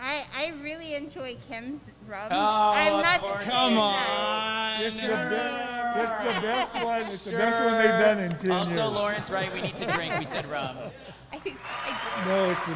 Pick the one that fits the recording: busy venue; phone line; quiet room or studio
busy venue